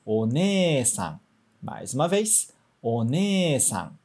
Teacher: Duas vogais iguais, a gente prolonga. One-san. Agora vamos lembrar de alguns exemplos de duas vogais que são diferentes, mas que funcionam como se fosse o prolongamento de só uma vogal.